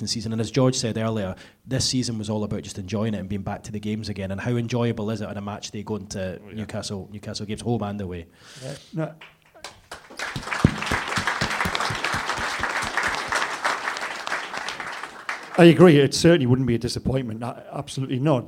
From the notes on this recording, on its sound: The True Faith Podcast was recorded to an audience at the Stand Comedy in Newcastle on Tuesday 7th of Feb.